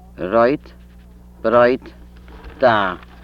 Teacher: Trill. Voiced dental alveolar.